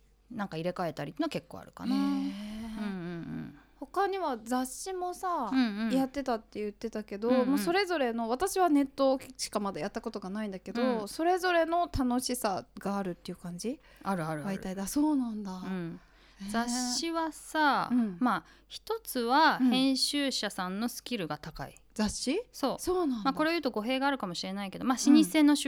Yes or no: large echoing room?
no